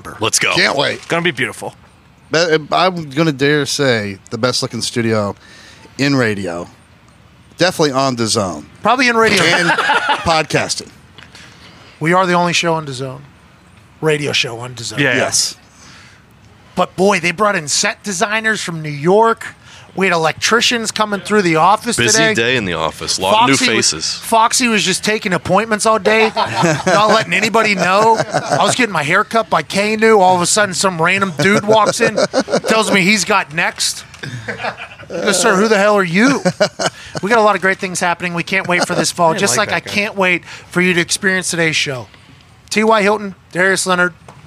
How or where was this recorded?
busy venue